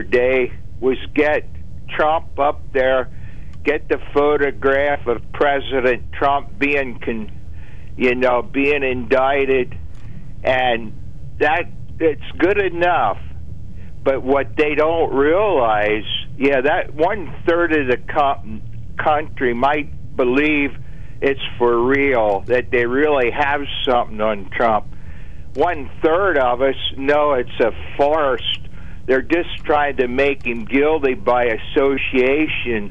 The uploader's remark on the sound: During open phones